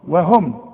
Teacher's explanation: حاول انك تقول وتنطق الواو مرققة